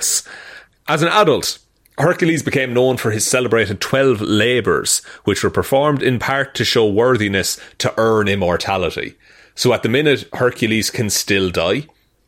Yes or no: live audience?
no